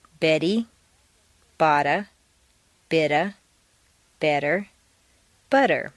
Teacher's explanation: In the sentence, Betty bought a bit of better butter, all of the T's are in weak positions, so they all sound like soft D's.